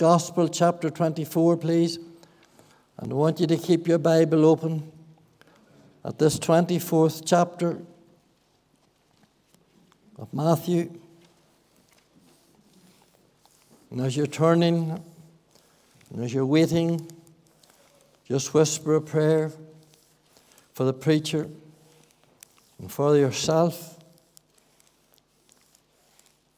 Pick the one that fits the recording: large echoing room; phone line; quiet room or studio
large echoing room